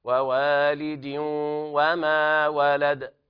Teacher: ووالد وما ولد، وواء بيان ترقيق الواو وإظهار الواو مفتوحة، وواء تابع الحركات هنا، ووالد وكسر اللام كسرا خالصا، ووالد وإخراج الغنة من الخيشوم مع إدغام الواو إدغاما ناقصا بغنة. ووالد وما ولد، نفس الكلام، وما لا تقل وما، الميم دائما مرققة والواو كذلك.